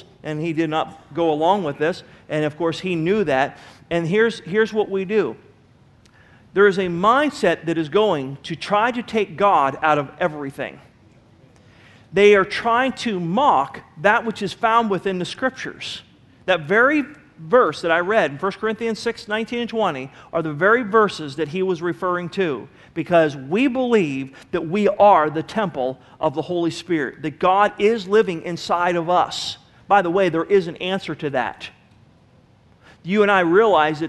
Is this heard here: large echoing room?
yes